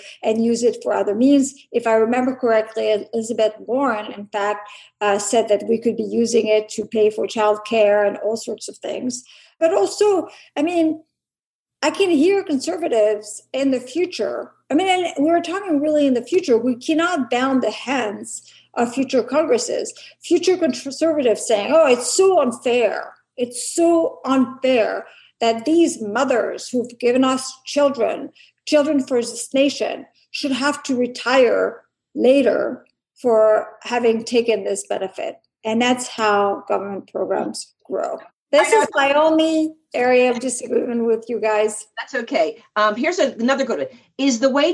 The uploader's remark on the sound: The Bridge Policy Download produced by the Mercatus Center at George Mason University. We’re bringing you the audio from a recent virtual congressional briefing.